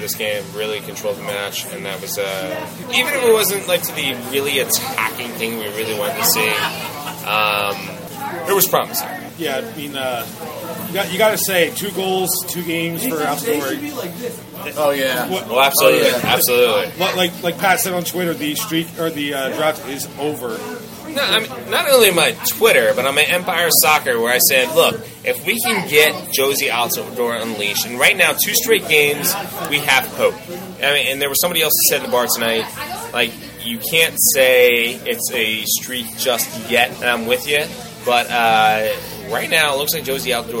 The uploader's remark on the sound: Outside of Darby Road Public House &#38; Restaurant. Outside of Darby Road Public House & Restaurant.